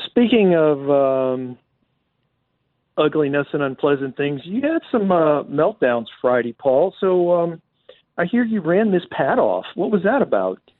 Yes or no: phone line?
yes